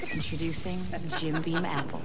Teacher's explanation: Can you hear the little bit of vocal fry?